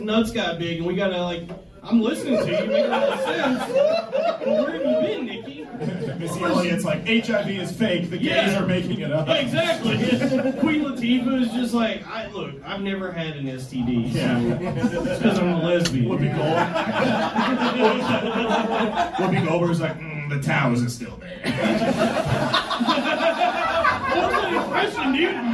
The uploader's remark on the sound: Live in Chicago. A LIVE episode of The Loud Boys Podcast from The Lincoln Lodge in Chicago!